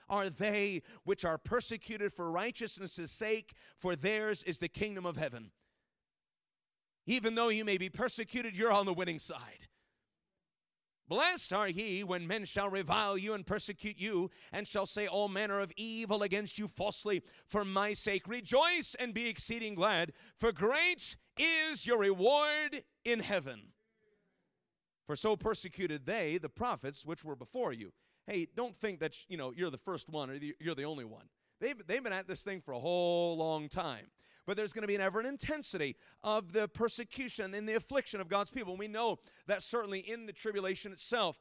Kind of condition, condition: setting, large echoing room